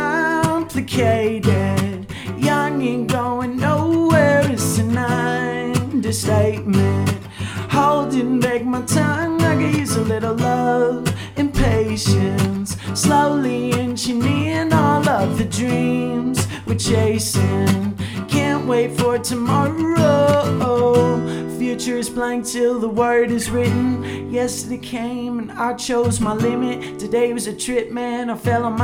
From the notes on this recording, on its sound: BACK IN THE VAN IN THE BRUE HAUS DRIVEWAY! Recorded during Ogden's First Friday Art Stroll.